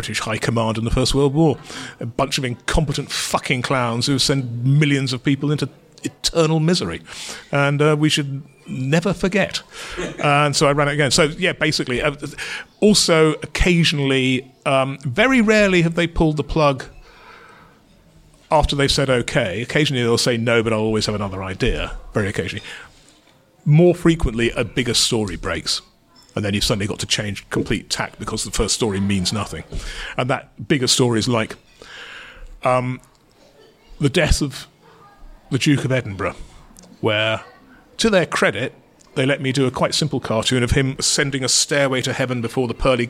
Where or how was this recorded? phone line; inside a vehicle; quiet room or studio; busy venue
busy venue